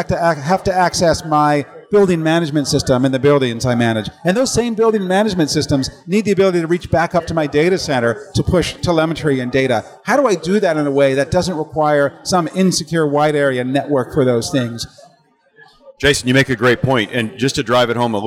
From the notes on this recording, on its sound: Recorded from the floor of RSA® Conference 2022